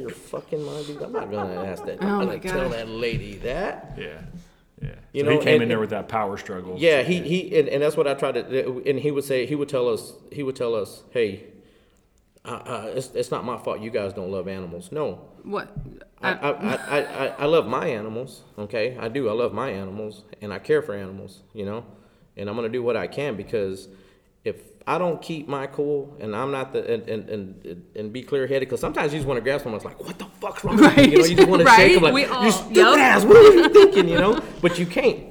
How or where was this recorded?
busy venue